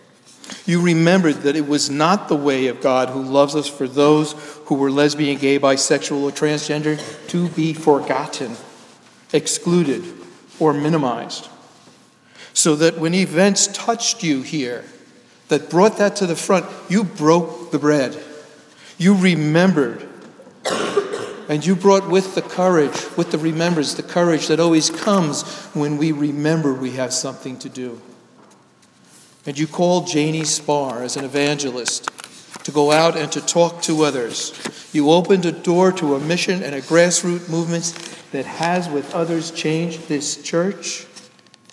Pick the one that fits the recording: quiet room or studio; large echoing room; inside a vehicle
large echoing room